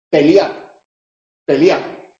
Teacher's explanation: Se produce un cierre, ¿eh? La vocal E, que es media, se convierte en vocal alta. Y al convertirse en vocal alta, se funde en una sola sílaba y aparece un diptongo donde la norma dice que no hay diptongo. · Term: sinéresis